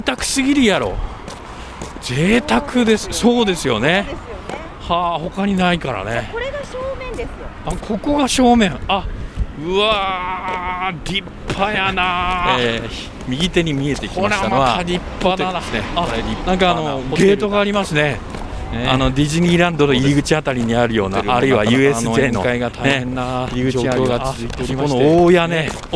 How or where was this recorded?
outdoors